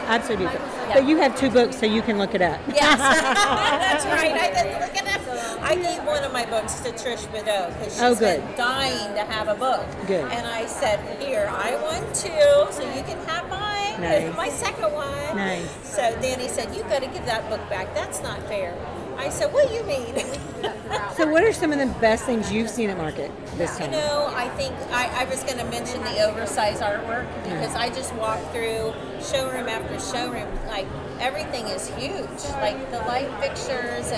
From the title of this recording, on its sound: Live at the Phillips Collection